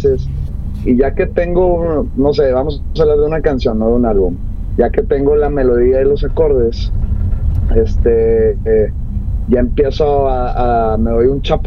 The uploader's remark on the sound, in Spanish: Vuelta Capitalina con Chevrolet Trax. Lo grabamos en movimiento a bordo de la nueva Chevrolet Trax 2024 por las calles de CDMX.